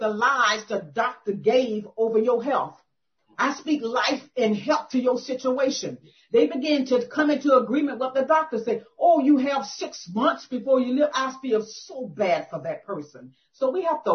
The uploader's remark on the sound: 2021 September Zoom Meeting.